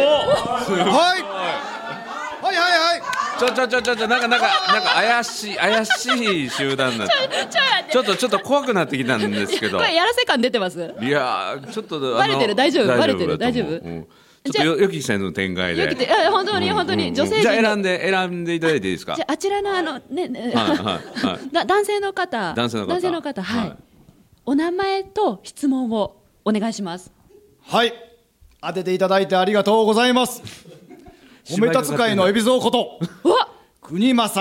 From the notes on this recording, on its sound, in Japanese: 大阪での公開収録にお集りいただいた方からの質問！